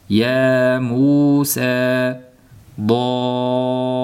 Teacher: Shuning uchun ham, demak, mad lozim deb nomlangan, bu haqda hozir yana keladi. Lozim mad qancha cho'ziladi? 6 harakat miqdori cho'ziladi. Demak, bundan oshib ham ketmaydi, kamayib ham ketmaydi.